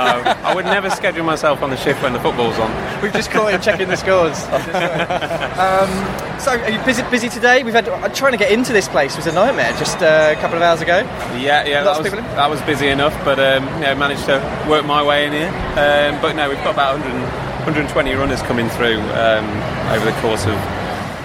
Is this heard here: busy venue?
yes